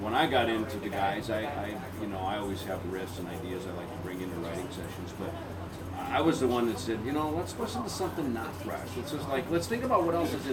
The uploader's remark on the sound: Interviewed at Duff’s Alcohol Abuse Center in Brooklyn, New York